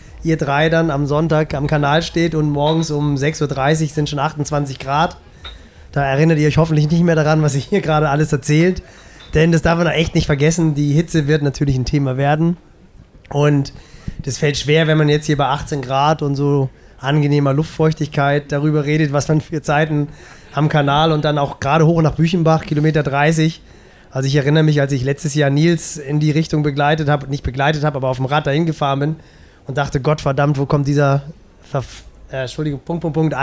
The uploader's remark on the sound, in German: Podcast Triathlongelaber live aus Roth. Auf der Messe.